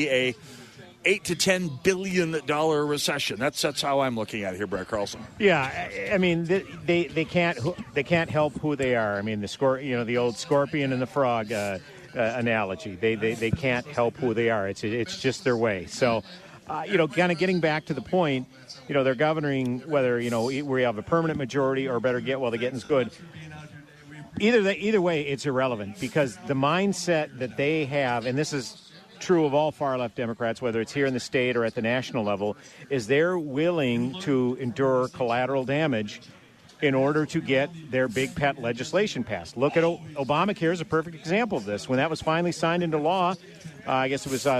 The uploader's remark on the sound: Live From Holes For Heroes